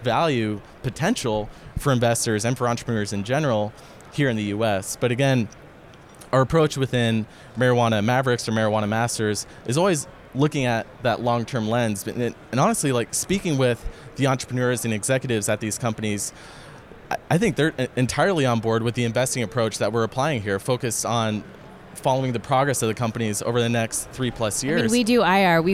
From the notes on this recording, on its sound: Special broadcast from the floor of the Marijuana Business Conference in Las Vegas. Took to Podcaster’s Row to chat with a number of guests.